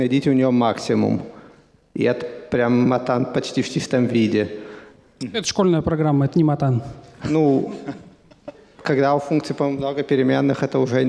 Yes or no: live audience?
yes